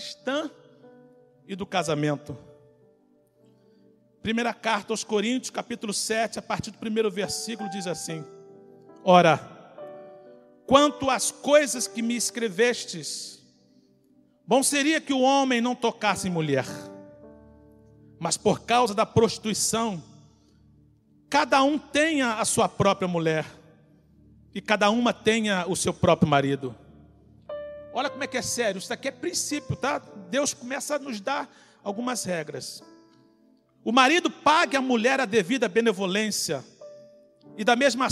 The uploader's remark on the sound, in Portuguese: CULTO DE LOUVOR E PALAVRA AO VIVO